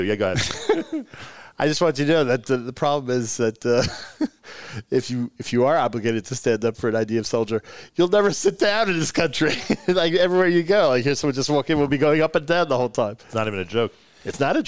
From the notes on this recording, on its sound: Live from Nefesh B'Nefesh in Jerusalem (Solidarity Mission, Day 2).